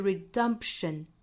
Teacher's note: Redemption 中间这个 P 的发音不要后面拖音